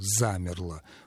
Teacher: Ударение падает на первый слог, и там прекрасно слышится «а». · Term: гласный полного образования